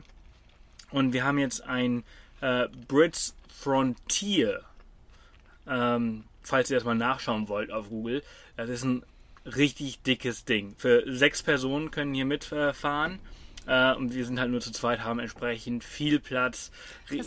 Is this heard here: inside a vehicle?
yes